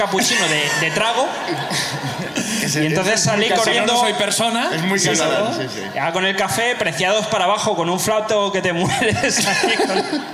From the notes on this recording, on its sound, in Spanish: Vuelve La Ruina al festival Cruïlla. Gente del público sube a contar sus miserias.